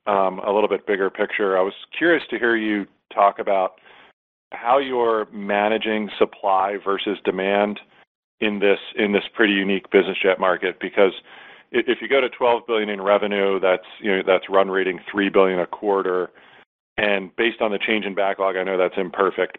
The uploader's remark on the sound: General Dynamics's Q4 2023 earnings call, unedited